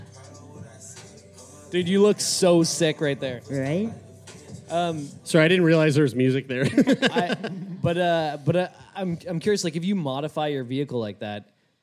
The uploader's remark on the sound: LIVE From Vancouver! A very special live show from the Biltmore Cabaret in beautiful Vancouver, Canada!